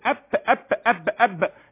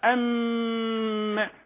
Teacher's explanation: شايف بيرجع تجوف في الانفي في الميم وفي النون · Shown in: second take